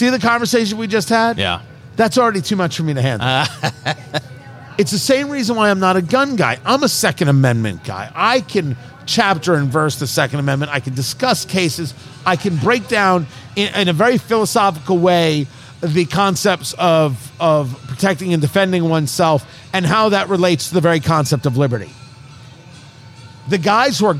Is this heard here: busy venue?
yes